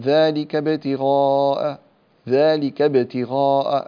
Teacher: الباء في ابتغاء هذه مقلقلة في حالة الوصل · Term: قلقلة صغرى